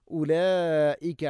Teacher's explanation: നിർബന്ധമായിട്ട് നീട്ടേണ്ട മദ്ദാണ് ഉലായിക മദ് മുത്തസിൽ വാജിബാണ്, നാലോ അഞ്ചോ ഹർക്കത്തിൻ്റെ ഖദറിൽ.